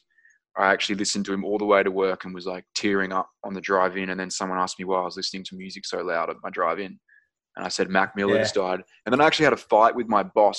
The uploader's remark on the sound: episode done via Zoom